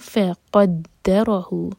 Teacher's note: قاف ہیوی اور را ہیوی، باقی لیٹرس لائٹ